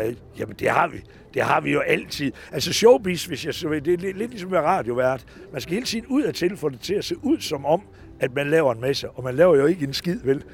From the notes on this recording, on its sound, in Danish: Vi beklager den til tide dårlige lyd, men radiostudiet blev byttet ud med en mark og det har desværre sine konsekvenser.